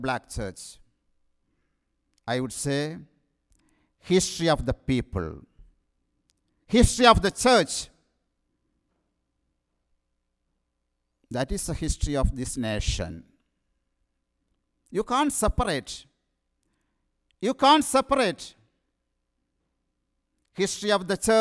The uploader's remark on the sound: Sermon preached at RCHP